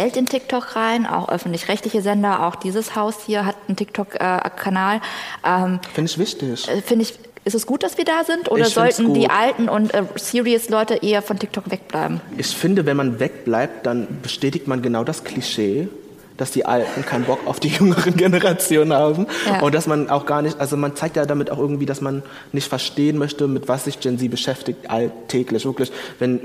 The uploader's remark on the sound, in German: Juhu, endlich wieder eine Livefolge! Diesmal vom ZEIT ONLINE Podcast-Festival. Im Berliner Radialsystem.